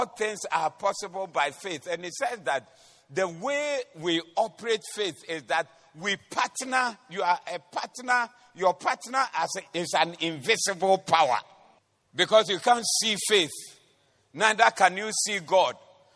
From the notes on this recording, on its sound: Preached at The Doxa Service